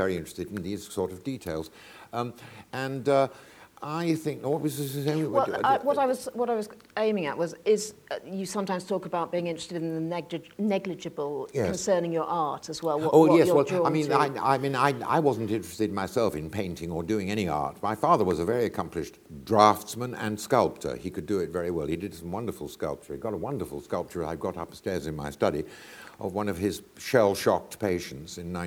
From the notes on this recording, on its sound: This is a recording of a live Platform event from January 2013.